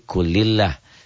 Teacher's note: Bunyi lam pada lafad Allah yang dihukumi tarkik harus dibaca tipis, sehingga suara yang keluar seperti bunyi A, bukan O. Posisinya lidah tetap terhampar, tidak terangkat.